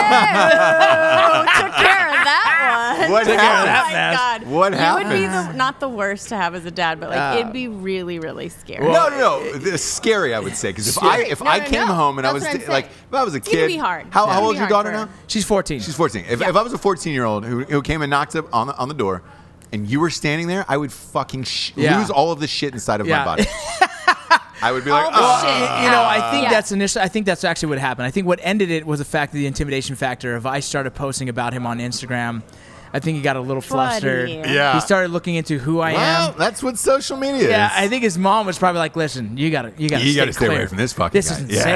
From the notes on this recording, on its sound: As they go live from an LA dive bar.